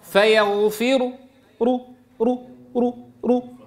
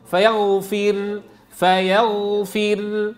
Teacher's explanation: عند الوقف عليها بالروم فيغفر رو رو رو رو، راء مفخمة. طيب عند الوقف عليها بالسكون المحض تكون مرققة